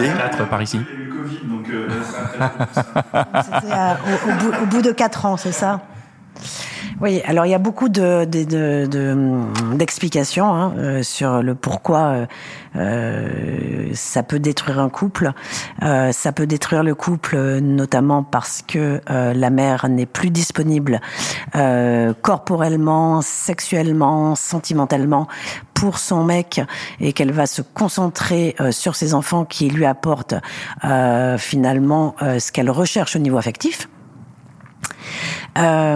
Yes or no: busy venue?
yes